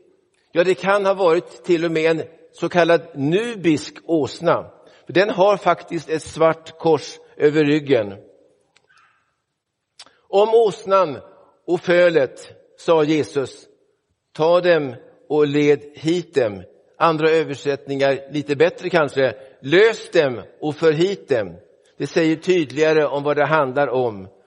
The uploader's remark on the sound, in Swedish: Inspelad i Roseniuskyrkan den 3 december 2023.